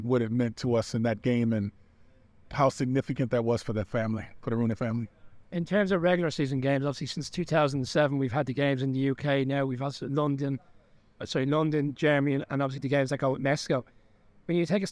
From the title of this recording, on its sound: Soundbites from this morning's event in Croke Park